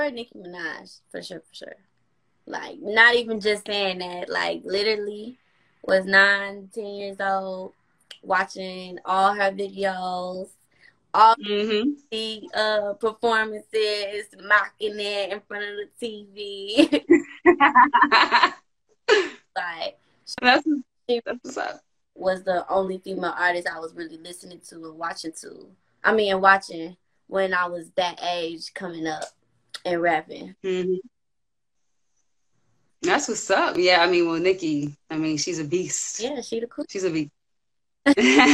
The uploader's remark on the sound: special Instagram Live #WFH edition